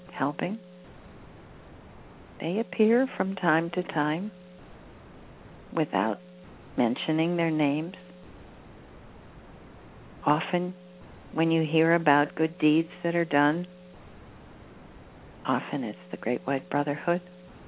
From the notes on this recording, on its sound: She will do a channeling session live so that callers can call. Personal responses to callers during the special call-in segment.